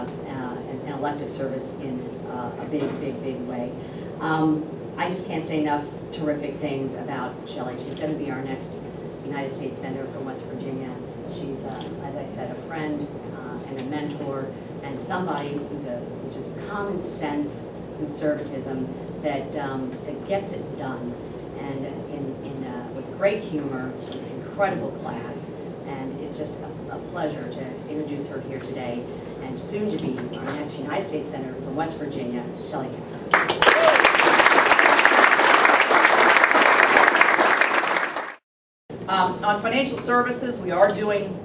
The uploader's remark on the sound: WASHINGTON, D.C. Two members of the House Financial Services Committee appeared before a breakfast meeting of The Ripon Society.